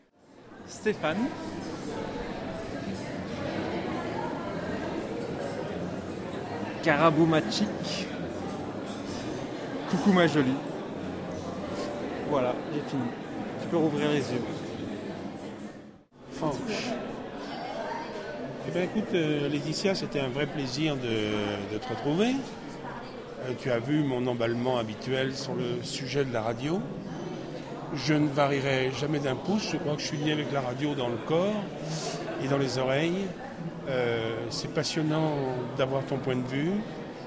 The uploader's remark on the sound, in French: Echantillons de voix collectés à l'occasion du Festival Longueur d'Ondes 2013 à Brest.